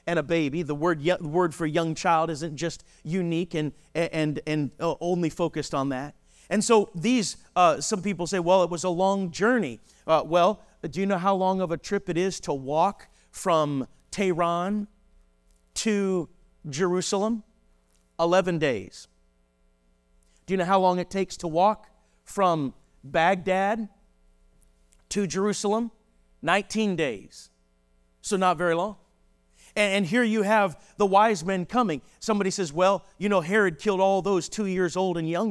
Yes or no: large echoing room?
yes